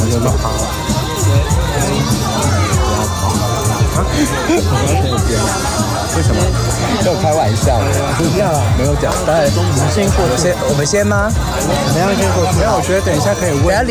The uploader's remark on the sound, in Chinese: 居家與外景錄音,敬請見諒。我的終極夢幻婚禮(現場直擊)。